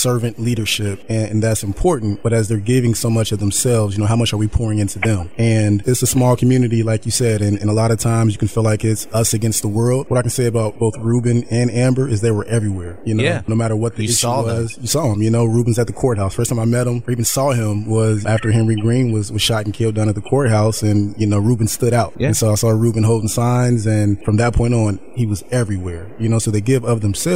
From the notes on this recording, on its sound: Joins the conversation via phone while on live surveillance. Visits the studio.